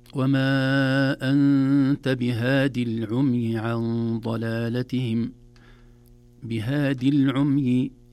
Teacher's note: الياء فبهادي ليست منطوقة لالتقاء الساكنين